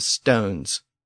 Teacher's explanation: But by the time of modern English, that ending had been slurred to just an S in most cases